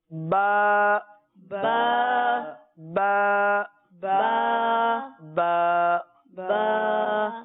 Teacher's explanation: آپ مدنی قاعدے میں دیکھیں گے تو ان حرف کے ساتھ کہیں آپ کو مد لگی ہوئی نظر آئے گی، کہیں مد نہیں ہوگی، تو جہاں مد نہیں ہے تو وہاں انہیں ایک الف تک کھینچیں گے، اور جہاں مد لکھی لگی ہوئی ہے ان کو تین الف تک کھینچیں گے۔ تو با کے اوپر مد نہیں ہے لہٰذا اس کو ایک الف تک کھینچیں گے · Term: ایک الف کی مقدار